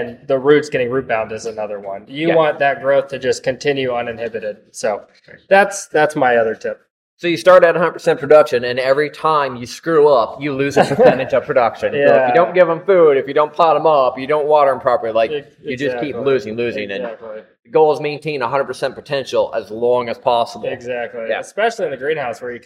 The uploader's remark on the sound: We recorded this episode in the greenhouse so there is a bit of echo.